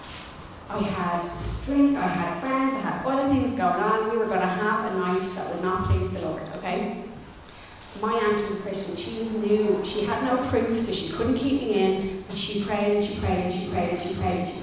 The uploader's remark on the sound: Recorded live in Liberty Church on 27 June 2021